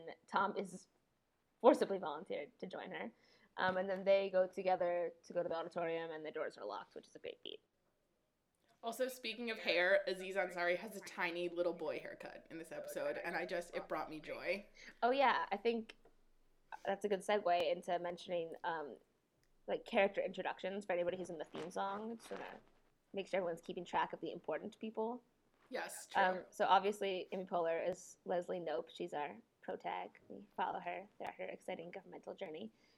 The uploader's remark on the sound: apologize for the horrendous audio quality